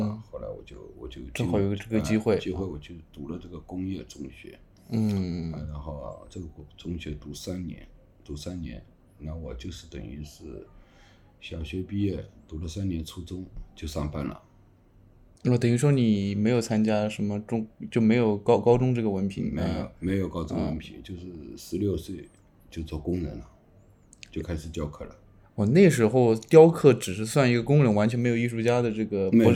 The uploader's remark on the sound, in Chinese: 本期录制时环境比较嘈杂